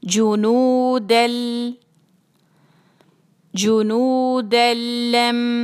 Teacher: پھر آگے دال پہ ہے دو فتحہ اور آگے لام آ رہا ہے، تو ہم کریں گے ادغام بلا غنہ، بغیر غنہ کے